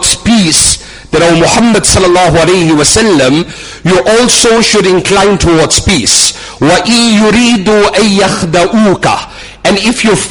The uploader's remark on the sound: Jumuah lecture at Umhlanga Masjid